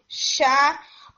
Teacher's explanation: وسط اللسان کافی زیادہ ایریا جو ہے وہ اوپر کی طرف اٹھتا ہے اور روف آف ماؤتھ کی طرف جاتا ہے، اور اس سے साउंड आपकी आती है। · Term: شین